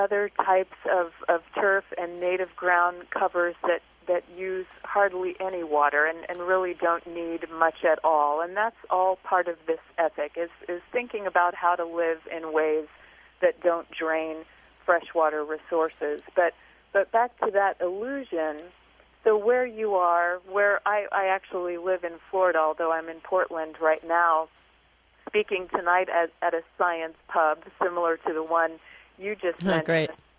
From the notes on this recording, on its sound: Telephone interview. In the Boulder studio.